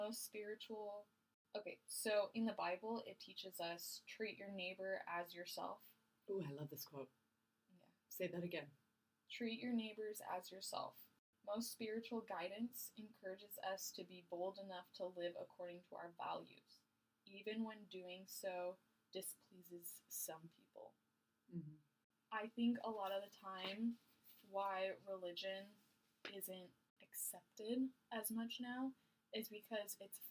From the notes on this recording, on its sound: We apologize for the sound quality. We thought the new equipment was working.